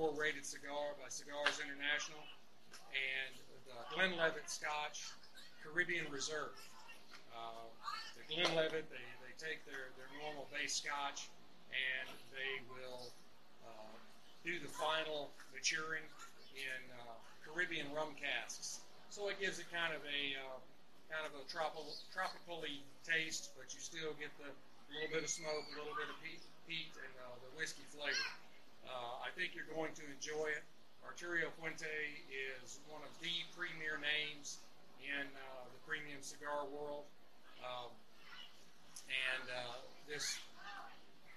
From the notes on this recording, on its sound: The audio on this one was pretty bad, I have learned a lot since the early days of the show.